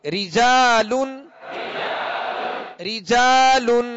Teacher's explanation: اس را کے نیچے بھی زیر ہے لہذا اس را کو باریک پڑھیں گے